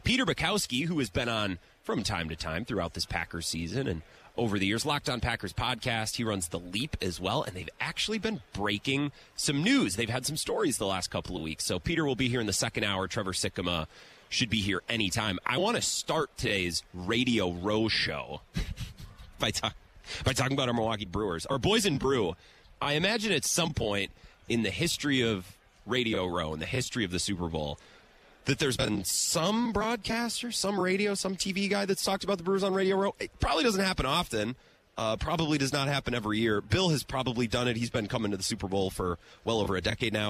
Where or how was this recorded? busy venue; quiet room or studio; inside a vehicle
busy venue